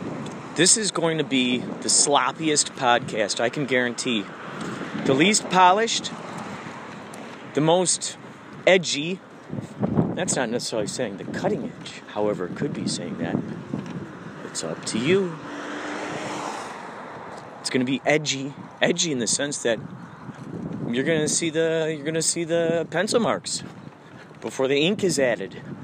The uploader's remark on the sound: Windy Street